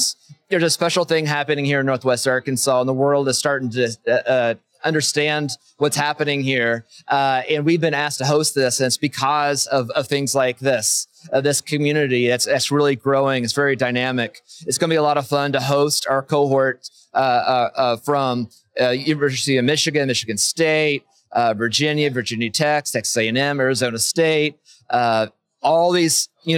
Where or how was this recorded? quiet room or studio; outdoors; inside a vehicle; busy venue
busy venue